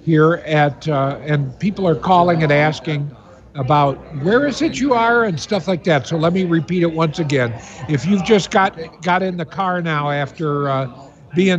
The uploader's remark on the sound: at The Livingston County Family Readiness Emergency Expo in Howell MI in a live remote broadcast